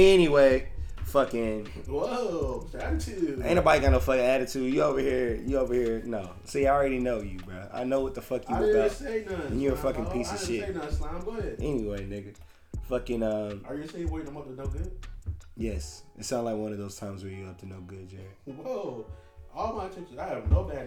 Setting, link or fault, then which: fault, uneven or low level